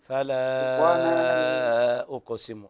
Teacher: مد الألف أربع حركات · Term: المد المنفصل